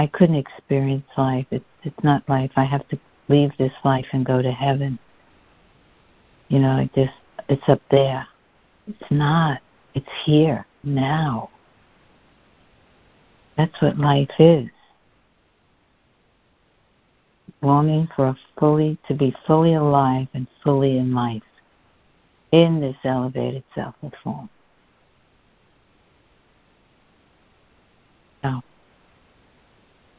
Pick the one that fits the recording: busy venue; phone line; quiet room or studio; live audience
phone line